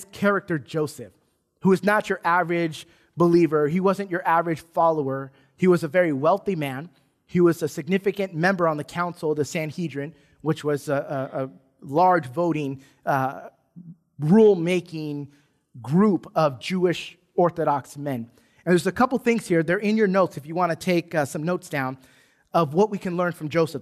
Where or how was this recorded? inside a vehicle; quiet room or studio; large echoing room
large echoing room